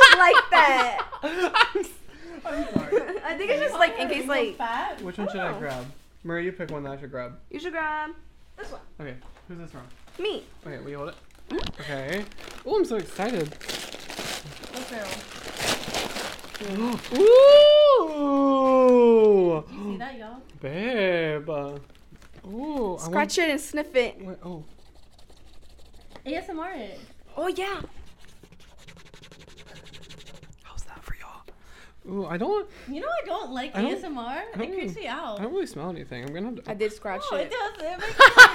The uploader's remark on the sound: I would like to give an audio warning on this episode cause we get pretty loud